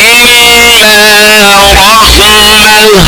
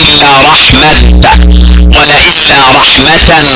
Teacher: فيوقف عليها بالهاء من غير تنوين · Shown in: first take